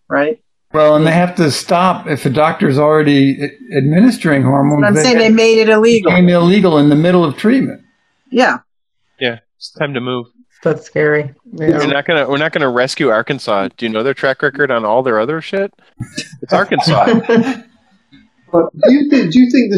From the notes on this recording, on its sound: Listen in to the Zoom party